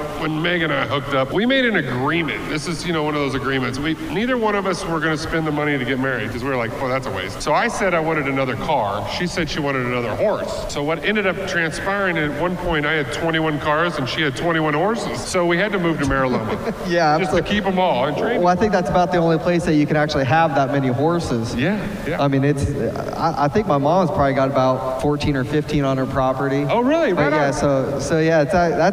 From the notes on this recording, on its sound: This episode is brought to you from Barrett-Jackson Scottsdale during Auction Week from the Shell/Pennzoil Live Stage.